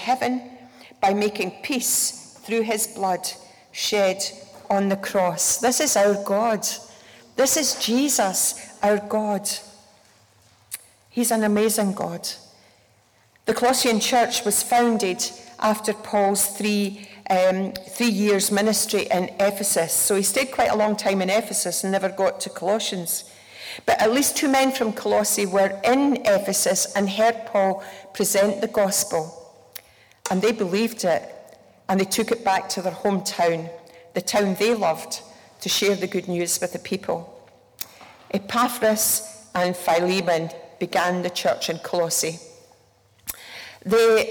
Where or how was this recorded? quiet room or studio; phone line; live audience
live audience